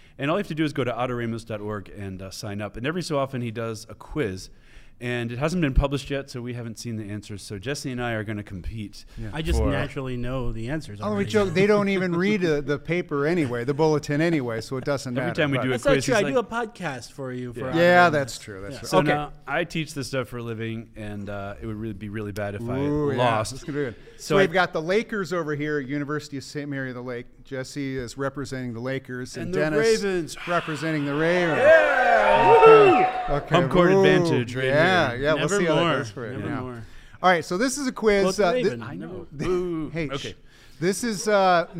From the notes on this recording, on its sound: Today’s episode was filmed in front of a live studio audience at Benedictine College.